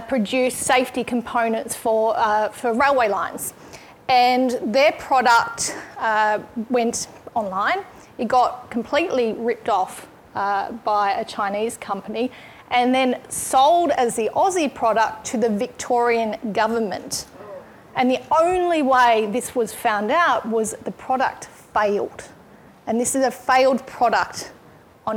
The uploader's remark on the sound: We share a recording of the panel discussion at the launch event for USSC’s new Women in the Alliance initiative.